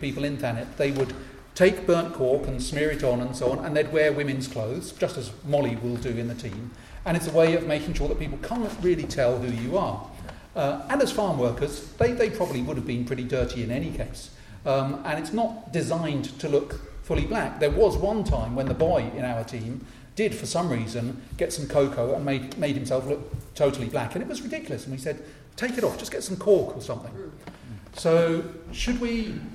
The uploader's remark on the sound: The Folklore Podcast presents a recording of a panel discussion hosted at Maidstone Museum. This panel was presented as part of a museum exhibition entitled "Animal Guising and the Kentish Hooden Horse". The recording was provided for broadcast by Maidstone Museum.